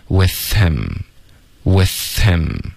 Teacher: 我们要把 him 的 h 的音省略，然后再连读 with him